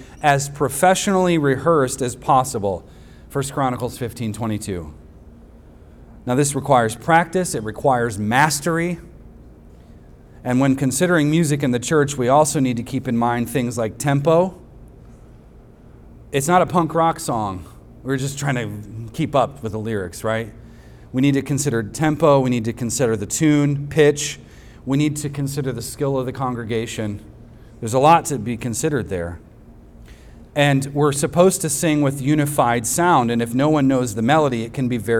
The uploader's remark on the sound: At the weekly worship gathering of Cross & Crown Church.